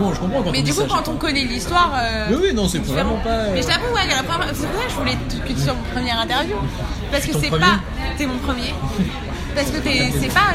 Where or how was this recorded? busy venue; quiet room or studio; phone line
busy venue